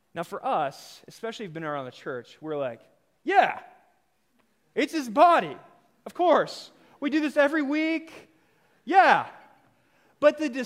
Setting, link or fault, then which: setting, large echoing room